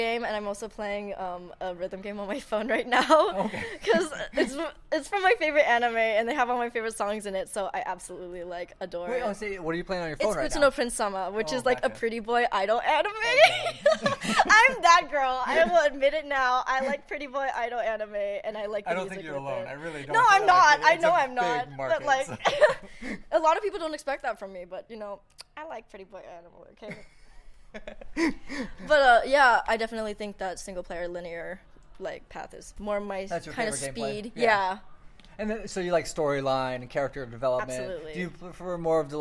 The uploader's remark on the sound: It was recorded during UCR Geekon in Riverside last weekend.